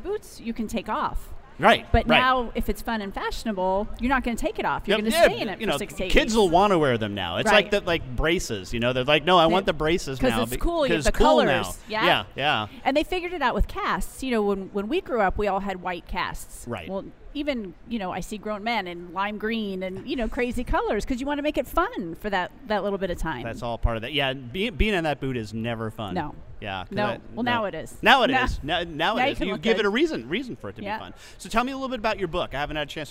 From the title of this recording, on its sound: Live from #SageSummit